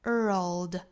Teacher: world 舌尖要抵上齿龈 · Term: 舌侧音